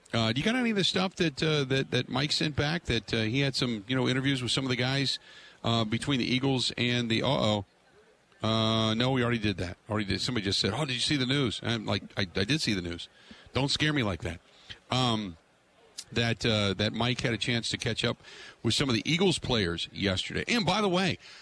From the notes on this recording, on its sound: Live From Radio Row At Super Bowl 57.